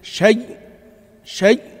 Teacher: الإدغام يعني نحول الهمزة إلى ياء وندغمها في الياء، شيء شيء، ومع الروم شيء شيء شيء شيء شيء، ومع الإشمام شيء شيء شيء.